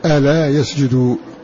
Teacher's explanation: قرأ الكسائي ألا بالتخفيف، ألا يسجدوا بتخفيف اللام